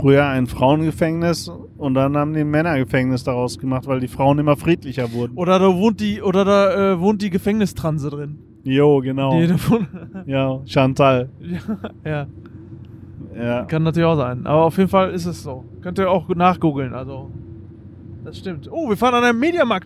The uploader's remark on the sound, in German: Aufnahme auf der Autobahn